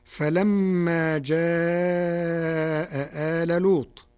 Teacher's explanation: قرأ ورش كلمتي جاء آل بتسهيل الهمزة الثانية بين وله فيها ثلاثة البدل، كما جاز إبدالها ألفا مع المد والقصر، فله فيها 5 أوجه، وقد قرأها القارئ بتسهيلها مع التوسط.